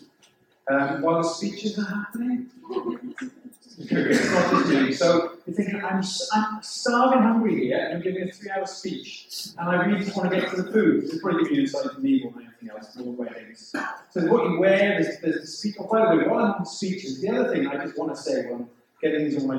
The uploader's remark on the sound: The sound quality of this recording is quite poor.